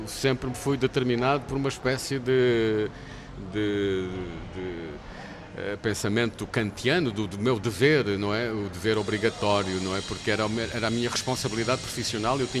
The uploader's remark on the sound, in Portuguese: em direto do Festival Literário da Madeira